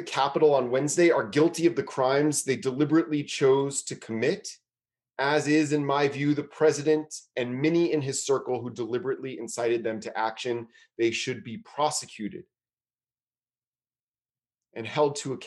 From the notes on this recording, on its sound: is recorded during virtual gatherings of Temple Beth-El in Richmond, Virginia